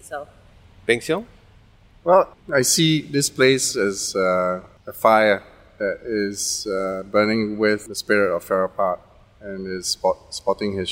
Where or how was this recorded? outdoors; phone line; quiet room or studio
outdoors